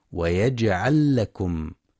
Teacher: وينتبه لإدغام اللام مع اللام في ويجعل لكم